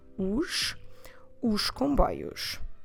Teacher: you really must have the sound os that S being pronounced like a sh sound. Let's imagine in English SH, os, os comboios.